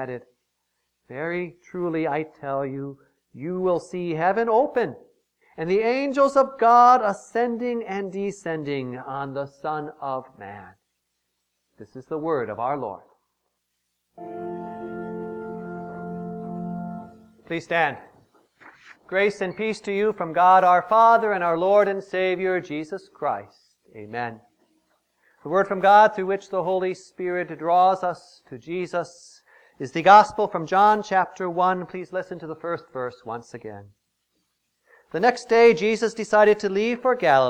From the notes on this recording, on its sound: Preached on January 18, 2015, for the Second Sunday after Epiphany, at St. John's Ev.